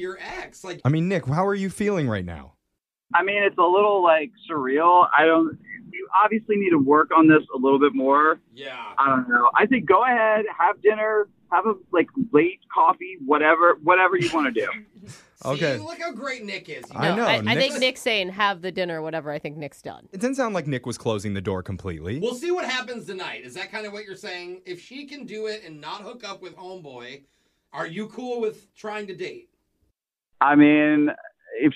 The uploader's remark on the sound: we set her up with an Awkward Tuesday Phone Call!